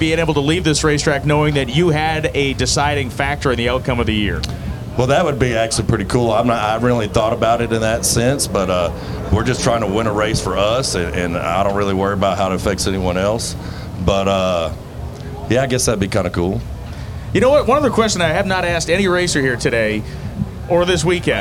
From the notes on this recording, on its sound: On this live edition of the NHRA Insider Podcast. It’s all LIVE from Pomona!